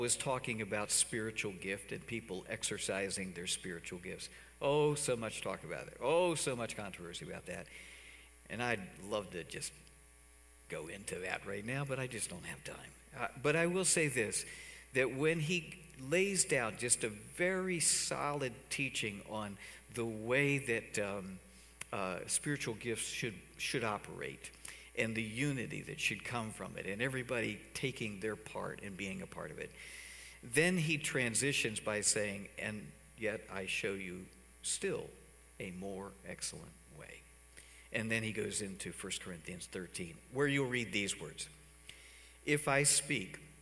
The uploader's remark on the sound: Cornerstone Fellowship Sunday morning service, streamed live on February 7, 2021, Wormleysburg, PA.